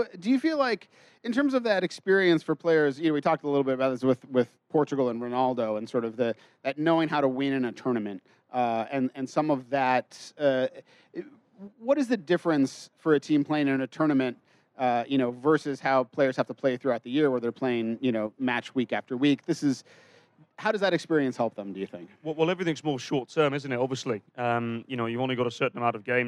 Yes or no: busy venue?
yes